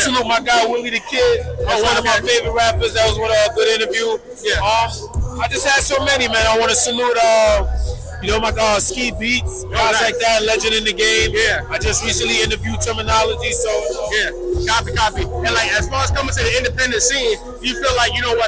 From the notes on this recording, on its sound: live at the Military Grind Ten Tape Concert